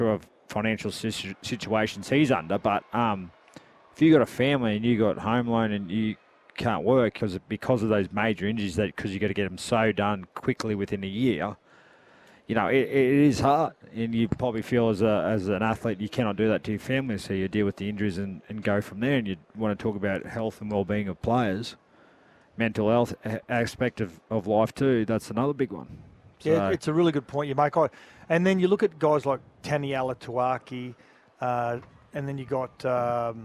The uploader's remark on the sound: live from the Oval ahead of the fifth Ashes Test